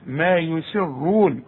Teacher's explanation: والراء مفخمة لأنها مضمومة